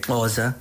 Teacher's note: A tribo dos Xhosa, pronúncia correta é Xhosa, com o clique.